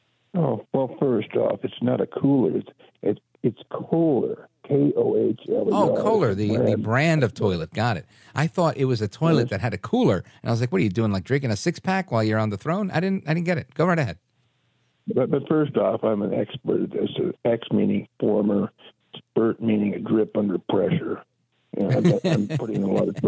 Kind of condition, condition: link, phone line